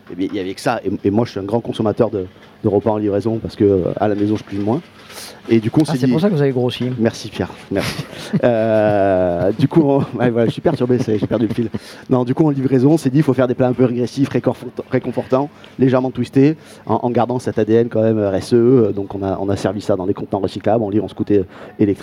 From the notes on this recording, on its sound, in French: Troisième et dernier plateau de Radio Grenouille au Street Food Festival, le festival de la nourriture de rue, place de la Major, remplie de saveur.